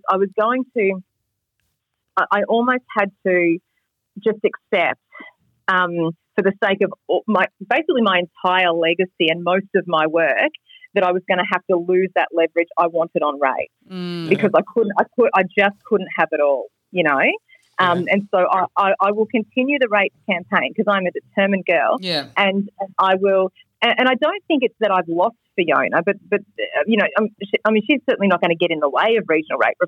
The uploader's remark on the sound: We managed to get her on the phone. Raw and unedited.